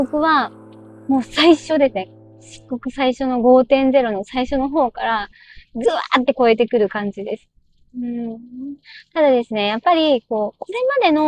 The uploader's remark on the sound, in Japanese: 音悪。運転中に録音したので、音声悪いです。実験で一人でしゃべってみました。